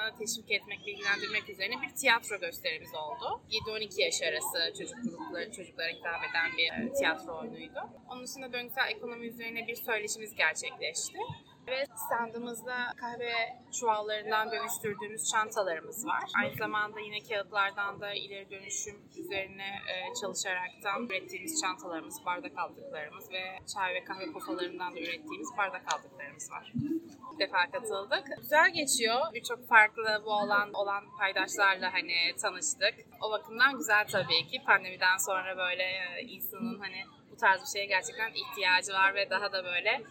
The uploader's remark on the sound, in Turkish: 3-5 Haziran'da gerçekleşen Kadıköy Çevre Festivali'nden sesleniyoruz. Oradaki ortamı sizlere de yansıtabilmek adına katımcılarla, STK'larla ve oradaki dostlarımızla minik röportajlar yaptık.